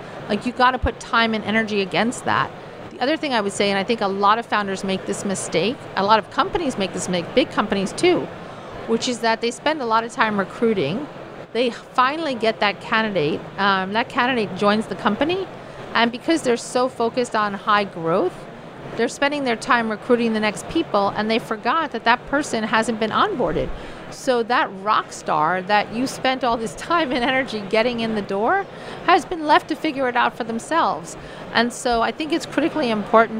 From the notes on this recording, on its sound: live from Slush 2019